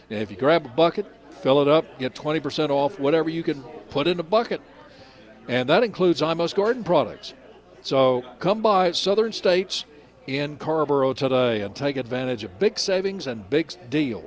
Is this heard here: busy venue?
yes